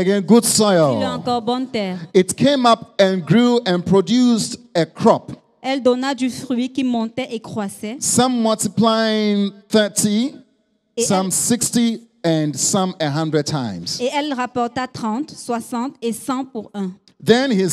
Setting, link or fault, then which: setting, large echoing room